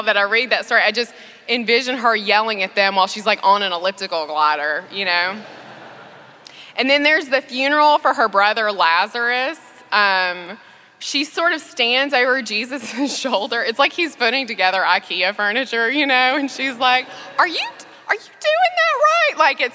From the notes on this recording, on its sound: Delivered April 28th, 2017 at St George's Episcopal Church